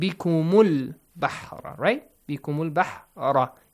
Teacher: if you connect the previous word with this, you skip that Hamzatul Wasl